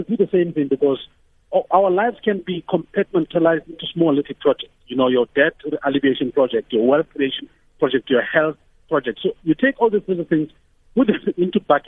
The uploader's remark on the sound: Guest (phone)